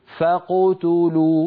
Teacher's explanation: ما يضم شفتيه مبكرا عند القاف، الضم للتاء، فإن لم تصل يا أخي إلى التاء فلا تضم، هكذا يجب أن تكون القراءة.